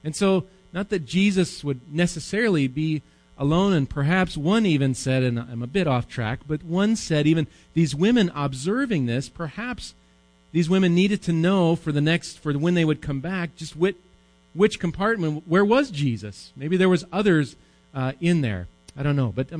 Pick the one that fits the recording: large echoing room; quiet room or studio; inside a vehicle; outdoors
large echoing room